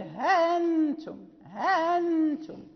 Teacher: والهمزة المسهلة، ورش ليست له ألف بل ها أنتم ها أنتم، ليست هناك ألف بين الهاء والهمزة الملينة أو المسهلة، وله وجه الإبدال، وعند ذلك يكون له المد الطويل فقط